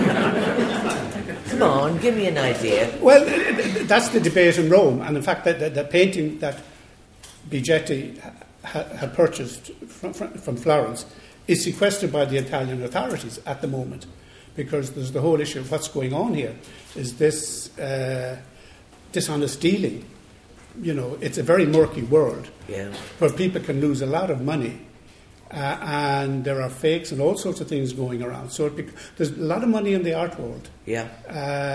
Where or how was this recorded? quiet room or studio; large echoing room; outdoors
large echoing room